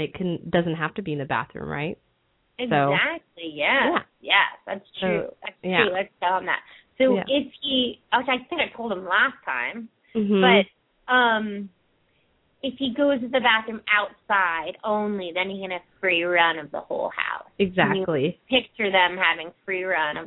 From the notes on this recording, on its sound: open up the lines for listeners to call